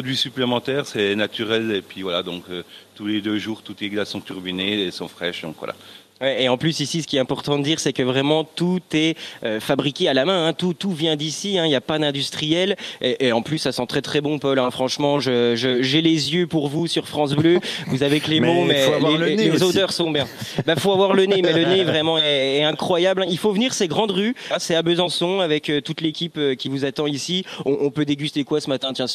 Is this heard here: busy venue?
yes